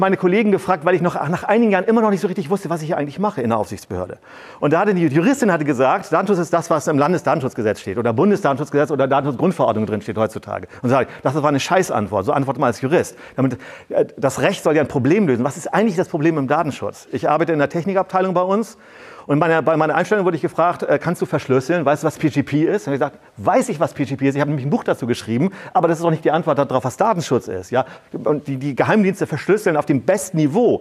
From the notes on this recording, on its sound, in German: Ein Vortrag im Rahmen der Night of Open Knowledge (Nook) in Lübeck: Die NooK ist eine offene Vortragsveranstaltung die sich an ein technik- und gesellschaftsinteressiertes Publikum jedes Wissensgrads und jedes Alters richtet.